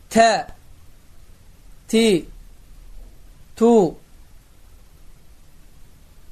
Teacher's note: Tə hərfinin məxrəci dilin ucunu damağa toxundurmaqla incə tə hərfi çıxır. Və bu hərif dediyim kimi incə hərflərdəndir və məxrəci də bir də təkrarlayıram dilin ucunu damağa toxundurmaqla tə hərfi çıxır.